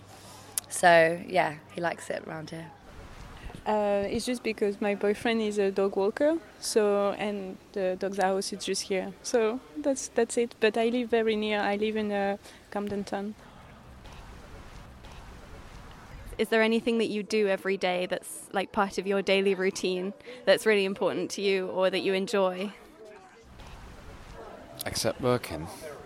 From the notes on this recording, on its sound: Walks around different parts of Camden asking passersby to talk to her for 5 minutes. The aim is to capture a cross-section of street life in this diverse and eclectic borough of London. The fourth episode was recorded on a hot, sunny Saturday on Primrose Hill.